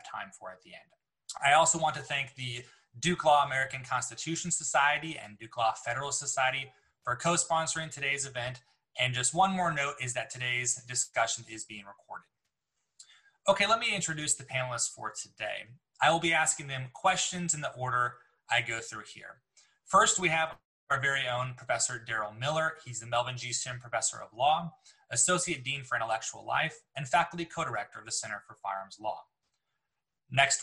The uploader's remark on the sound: This online panel discussion shares insights into these issues.